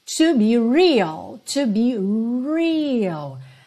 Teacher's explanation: Atenção que esse R tem que ser enrolado. É o R da porta com a perna esquerda.